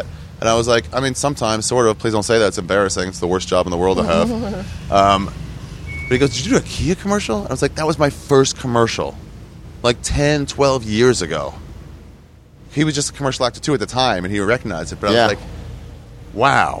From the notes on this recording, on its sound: Sat down outside the airport in Chiang Mai, Thailand to talk about all the things we saw out there.